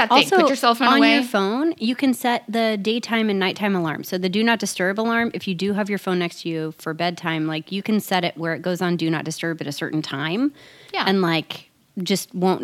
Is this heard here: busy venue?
no